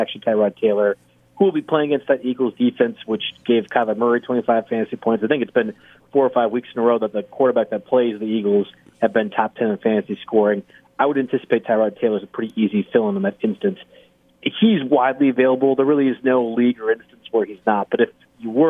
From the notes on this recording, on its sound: take your phone calls!